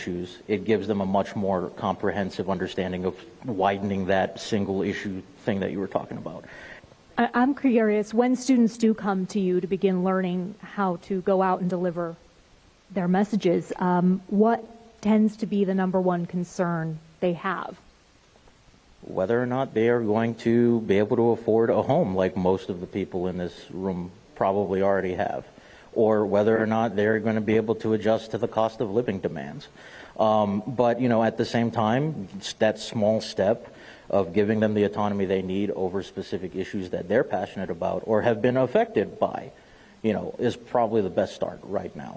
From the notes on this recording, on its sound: Highlights from a community listening event put on by The Nevada Independent and Vegas PBS . The event, which is the latest installment of The Nevada Democracy Project, was held at the College of Southern Nevada’s West Charleston Campus and garnered comments from people ages 8 to 80 and from all walks of life.